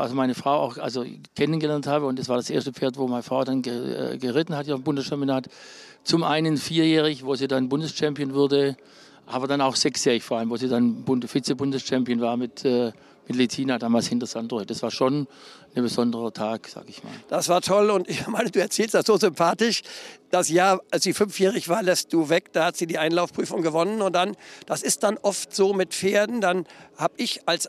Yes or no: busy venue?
yes